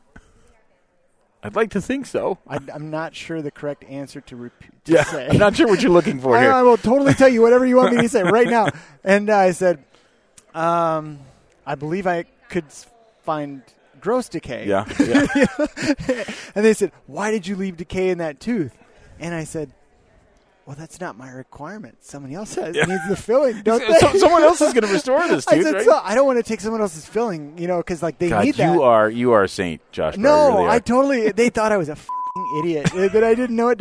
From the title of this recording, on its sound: live from Voices of Dentistry